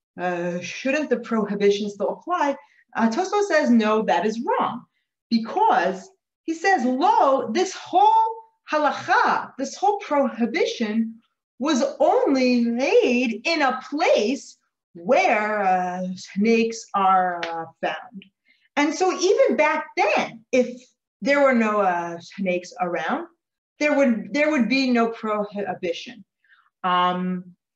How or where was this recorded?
video call